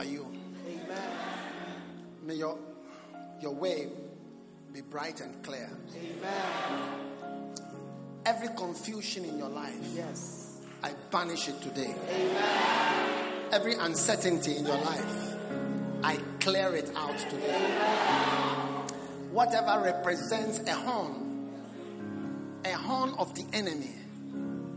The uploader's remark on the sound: Preached at the Prophetic Encounter Service.